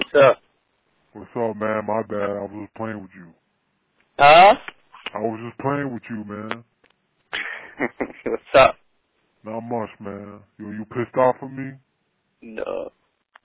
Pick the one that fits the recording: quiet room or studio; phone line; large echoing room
phone line